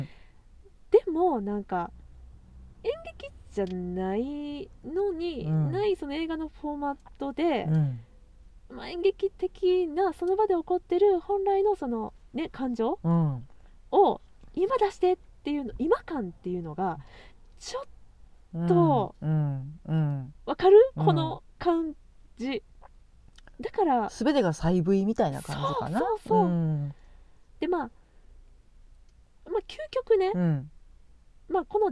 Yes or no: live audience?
no